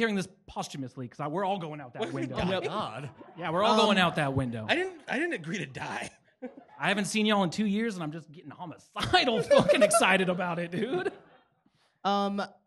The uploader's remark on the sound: LIVE FROM TREEFORT MUSIC FEST 2022. Live at Treefort Music Fest 2022.